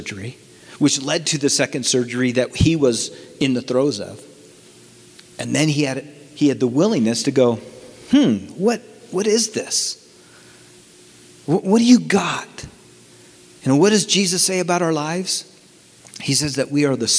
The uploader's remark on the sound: From the 2019 Southwest Men's Conference, Stand Firm.